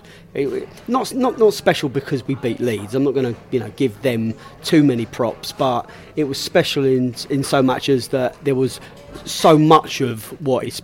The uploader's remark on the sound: Leeds Celebratory Pre-Bolton Podcast from The Pub.